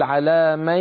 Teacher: على من يشاء، لما تقول على من وزع الصوت بين الفم والخيشوم، فلا تأتي بياء صافية من الفم ليس معها غنة، لابد من الغنة على من، لأن هذا الإدغام بغنة، والباقي كان جيدا ما عندي عليه ملاحظة.